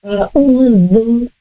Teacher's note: Untuk za'udhu lidah ujung ke ujung gigi seri atas ditipiskan.